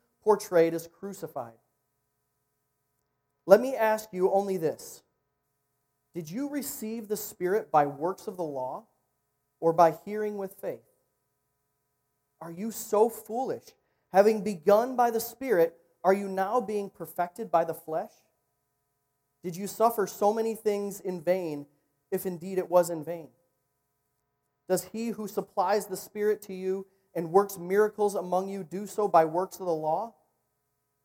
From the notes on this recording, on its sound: Recorded at niteLIFE on Sunday, November 3.